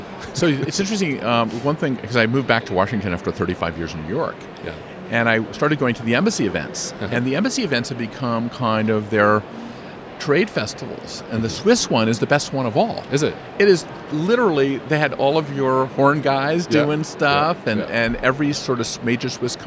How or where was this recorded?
busy venue